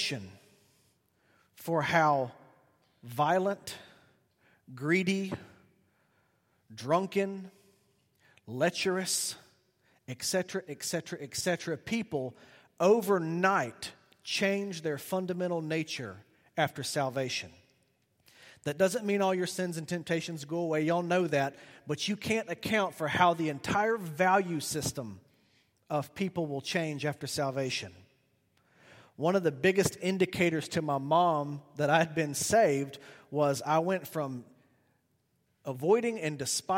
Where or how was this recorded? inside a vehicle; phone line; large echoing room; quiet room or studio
large echoing room